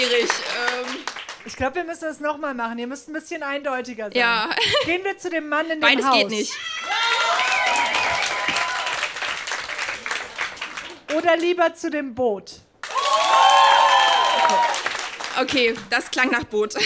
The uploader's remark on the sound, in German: Ausschnitte aus der Veranstaltung vom 12.08.2018 im frannz Biergarten, Berlin. Texte von gestern“-Liveshow. Heißen Dank an den frannz Biergarten, unser tolles Publikum.